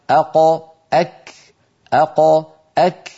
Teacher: يعني إلى مقدمة الفم أكثر. القاف من أقصى اللسان مع الحنك اللحمي، الكاف من أقصى اللسان مع الحنك اللحمي والعظمي في آن واحد. فالقاف هنا مثلا والكاف هنا، القاف أعمق من الكاف.